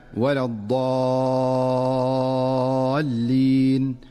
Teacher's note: فالمد في الألف قبل اللام المشددة مد لازم ومقداره 6 حركات